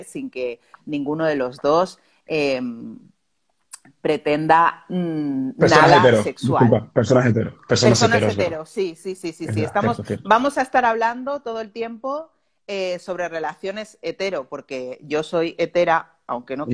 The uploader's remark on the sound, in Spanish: Este episodio es la grabación de un directo en Instagram